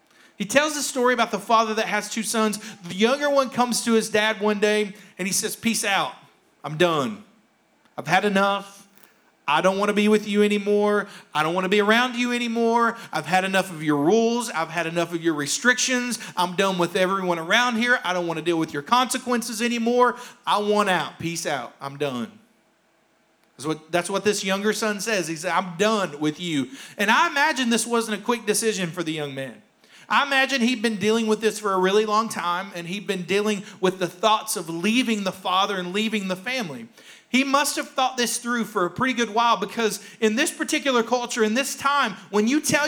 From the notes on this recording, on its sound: Here is a rebroadcast of our service from February 28th, 2021.